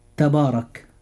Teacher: الراء مفخمة لأنها مفتوحة